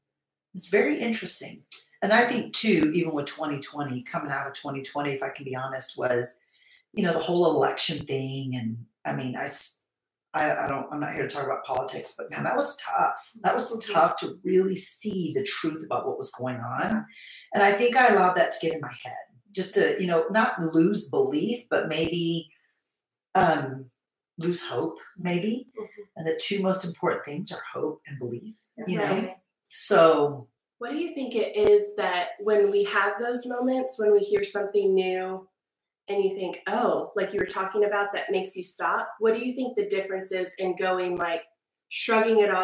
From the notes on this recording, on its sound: Unfortunately, we experienced some technical difficulties with our sound in this episode.